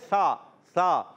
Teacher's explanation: یہ سا ہوتا ہے سین نہیں، سیٹی کے ساتھ نہیں پڑھیں گے. سا، زبان کو اوپر اٹھا کے اوپر والے دانتوں کے کناروں سے لگائیں، سا.